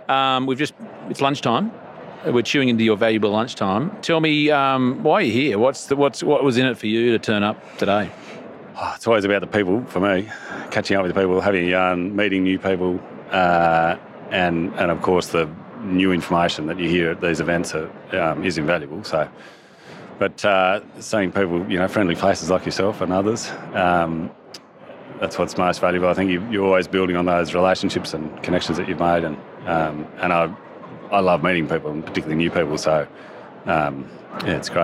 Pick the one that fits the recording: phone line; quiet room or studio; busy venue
busy venue